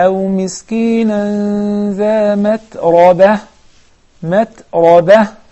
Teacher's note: Only the ra is مفخمه